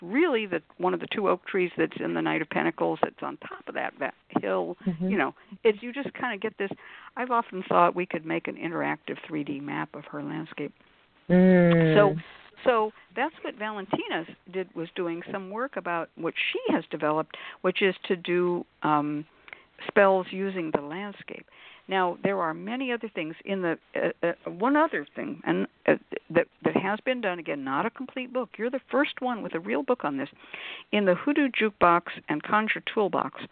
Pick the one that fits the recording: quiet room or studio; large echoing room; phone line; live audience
phone line